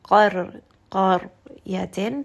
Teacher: Ra in this case will be heavy because it has a sukun and the letter before is heavy and it also has a fatha.